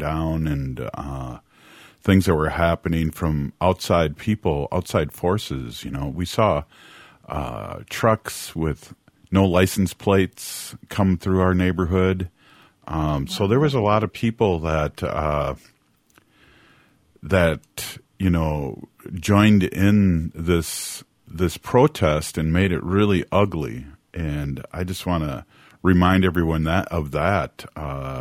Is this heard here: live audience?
no